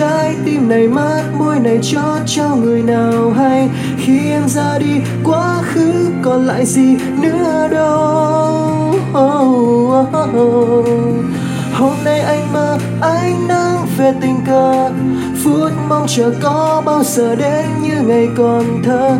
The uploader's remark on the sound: Recorded by my mobile phone